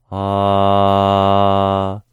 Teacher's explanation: Sigh out on an open awe as in Father.